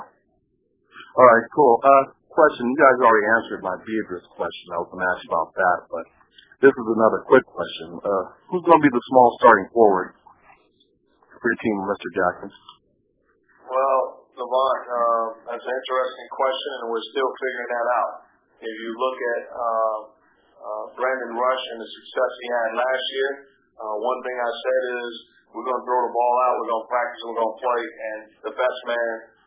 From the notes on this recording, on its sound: answered questions from season ticket holders during a conference call